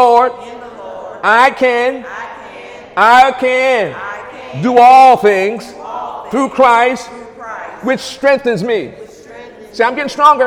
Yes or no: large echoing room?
yes